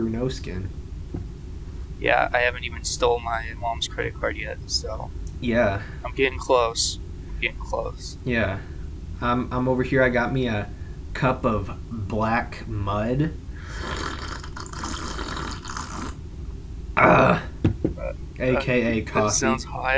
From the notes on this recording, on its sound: Sorry for the poor audio quality this episode.